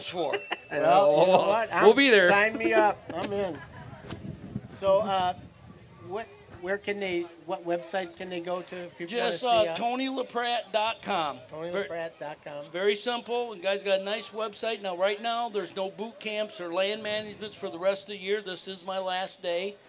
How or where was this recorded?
busy venue